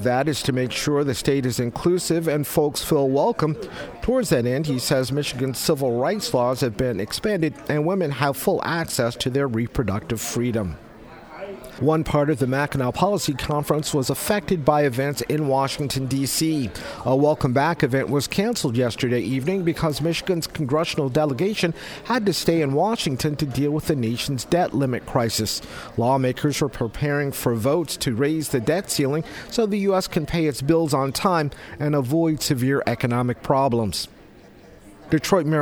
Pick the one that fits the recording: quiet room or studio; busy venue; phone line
busy venue